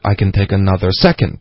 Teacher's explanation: 把重音放在 second 那 second 需要重音可是 another 也需要重音